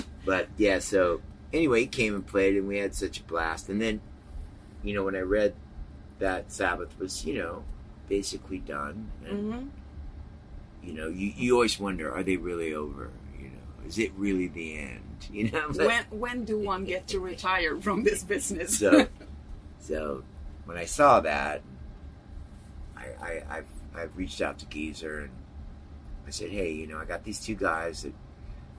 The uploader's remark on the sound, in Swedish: i nightlinern backstage på Sweden Rock Festival